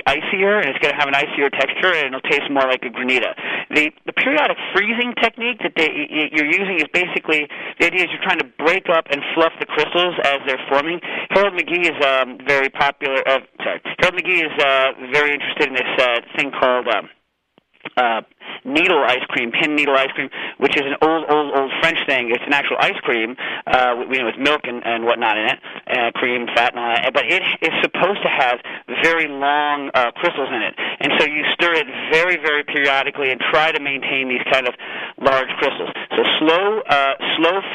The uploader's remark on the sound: This week’s holiday episode of Cooking Issues is hosted remotely by phone.